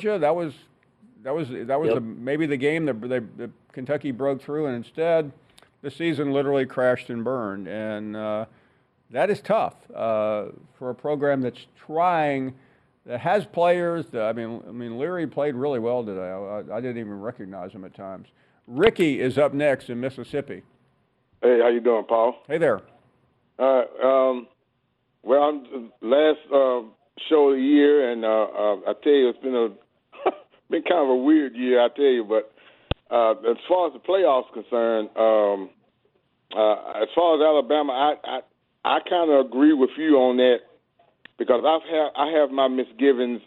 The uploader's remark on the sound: more of your phone calls